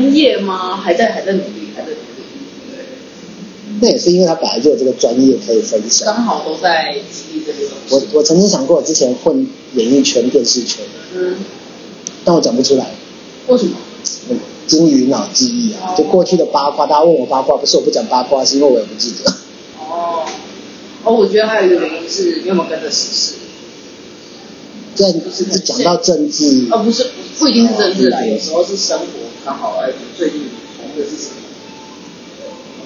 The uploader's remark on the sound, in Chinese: 麥克風測試，慎入！因為聽說ipadpro有媲美錄音室等級的麥克風。聲音有點砸，還有電動門的聲音。這音質有待進步。